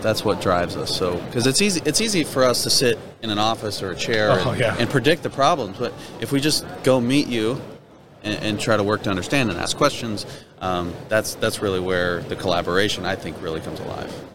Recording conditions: busy venue